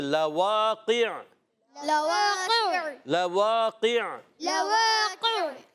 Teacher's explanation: تالو کے نرم حصے سے قاف ادا ہوتا ہے